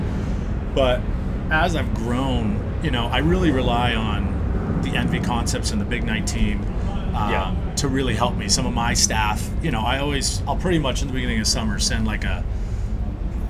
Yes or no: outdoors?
yes